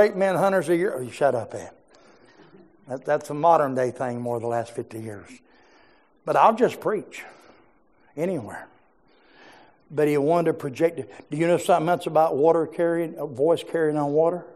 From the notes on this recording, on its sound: preached in our morning service